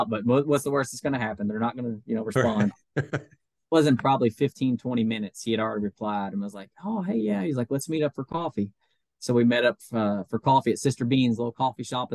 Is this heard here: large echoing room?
no